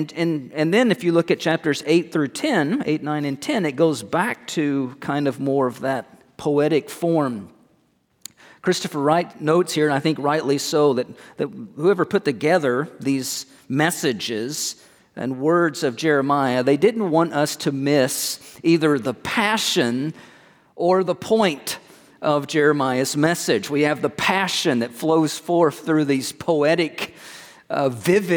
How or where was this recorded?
large echoing room